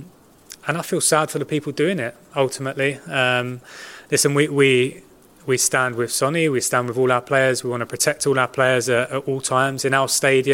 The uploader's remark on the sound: PRESS CONFERENCE